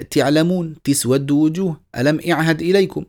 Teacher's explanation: يكسر حرف المضارعة وهذا موجود أصلا في بعض اللهجات